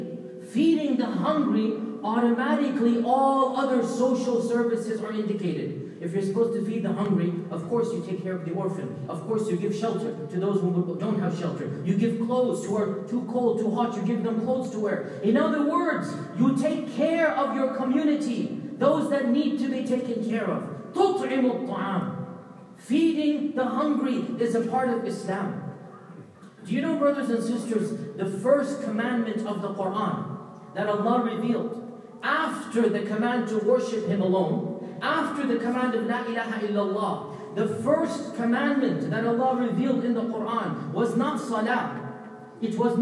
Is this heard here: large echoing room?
yes